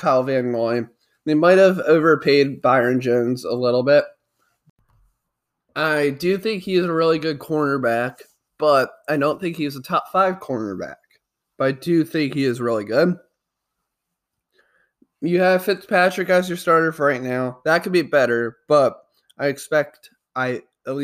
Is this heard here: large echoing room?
no